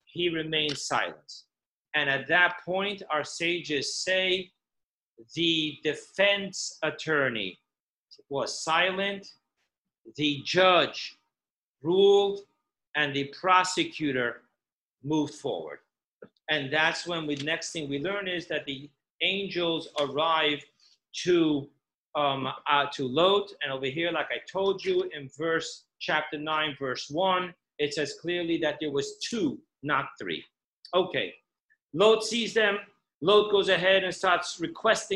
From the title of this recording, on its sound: Zoom Class 5781